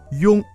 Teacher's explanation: 从前高元音一开始，舌位向后略向下滑动到后次高圆唇元音的位置，然后舌位升高，接续鼻音嗯